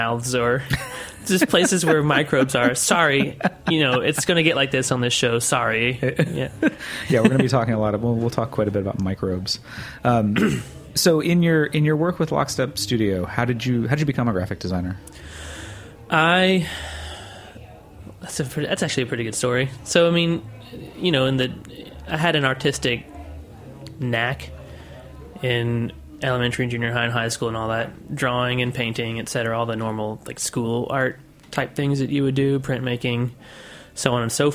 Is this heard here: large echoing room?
no